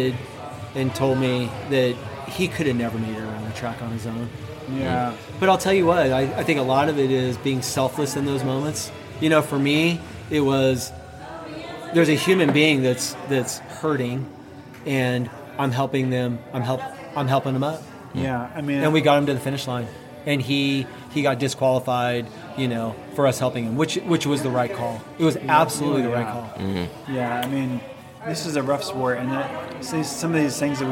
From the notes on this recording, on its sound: a live recording session late in 2021 at The Aid Station in Auburn, CA.